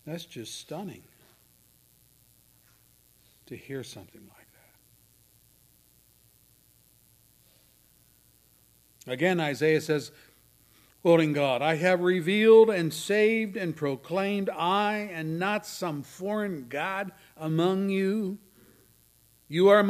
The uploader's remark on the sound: services recorded at Thornville Baptist Church